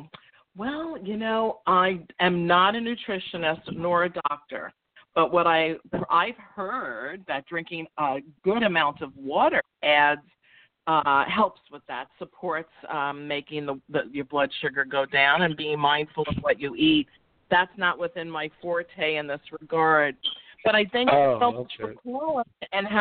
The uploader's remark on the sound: Sometimes she opens up the phone lines to take a caller!